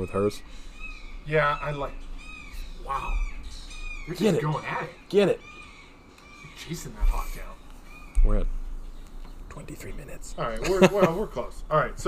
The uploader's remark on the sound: In their second episode recorded in the great outdoors.